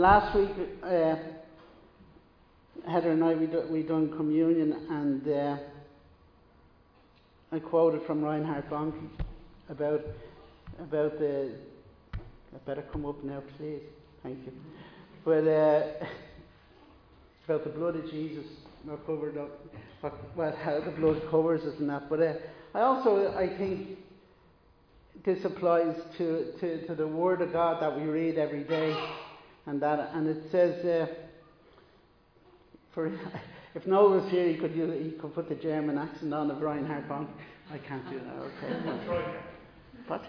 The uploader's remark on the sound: Recorded live in Liberty Church on 15 May 2022